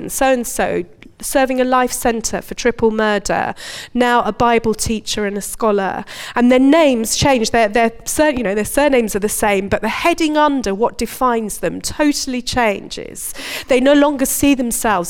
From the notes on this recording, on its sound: Recorded at Bournville gathering